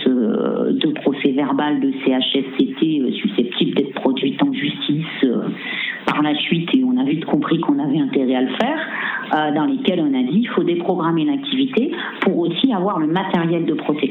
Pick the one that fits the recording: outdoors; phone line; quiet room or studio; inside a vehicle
phone line